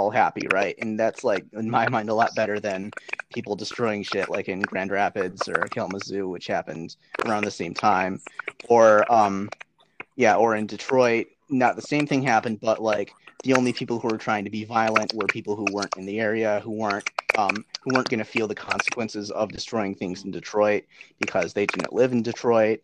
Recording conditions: drop-outs